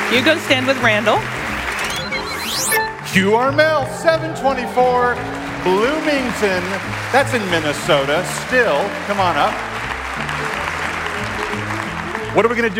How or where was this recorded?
busy venue